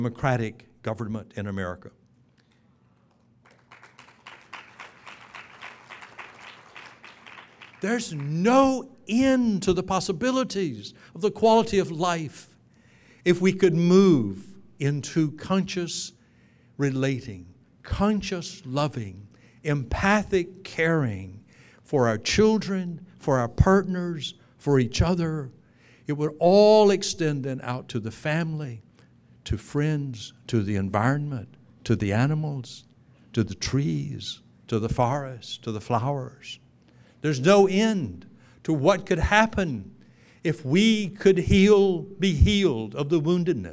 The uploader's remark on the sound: Keynote from the Being Ageless Conference in Fort Lauderdale, FL in 2007.